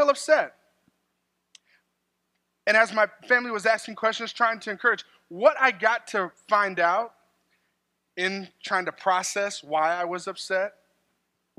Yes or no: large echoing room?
yes